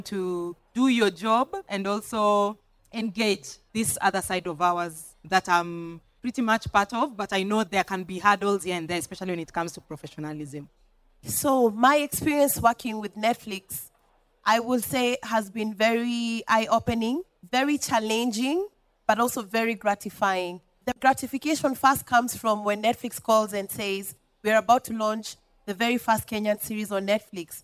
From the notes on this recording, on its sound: VIP ACCESS Podcast first pop-up event attracted young up and coming artists and PR professionals, who joined an open Q&A session. This was the second conversation recorded at VIP ACCESS Podcast's first live recording event (Dec 3 2023).